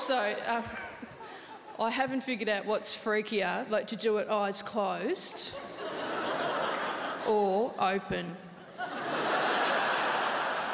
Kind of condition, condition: setting, live audience